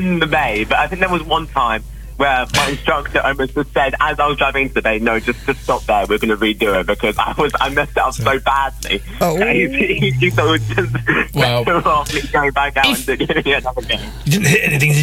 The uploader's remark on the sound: phones in for a chat